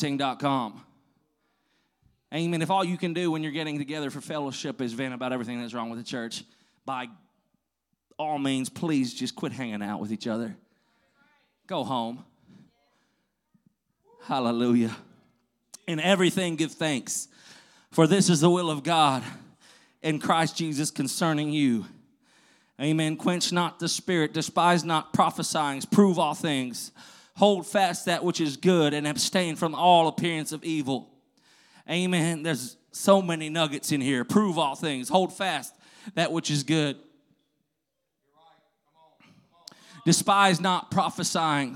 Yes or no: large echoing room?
yes